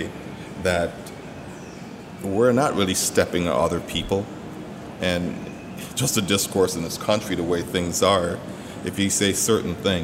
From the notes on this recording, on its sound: At the AgileTonight event on Tuesday, August 7, 2018, four Agile Alliance members shared stories about the direct effect of Diversity and Inclusion on their lives with a room full of other members. Four brave people decided to join me for this podcast at the Agile2018 conference in San Diego, CA.